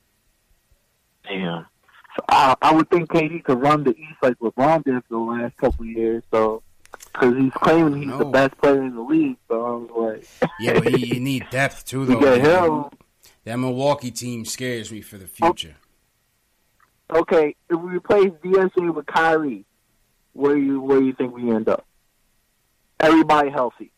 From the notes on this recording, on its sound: take live phone calls from fans around the world